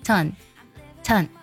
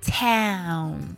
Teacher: O-W 的发音呢，在美式的发音当中发作 L。起音的时候呢，它更偏向于梅花音。哎，然后加乌。Town.这样去读的。那我们特别注意啊，这个单词读的时候要饱满、悠长，它是个双元音。 · Shown in: second take